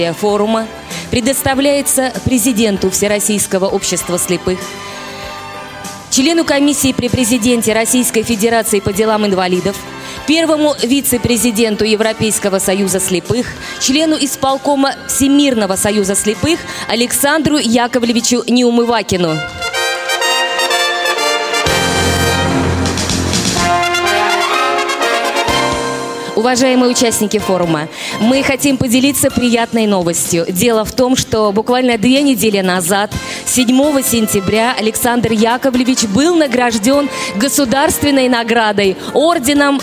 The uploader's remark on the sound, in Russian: В Евпатории состоялось открытие Всероссийского образовательного реабилитационного форума «Крымская осень-2016». Предлагаем вашему вниманию аудиозапись торжественной церемонии. Запись прямого эфира.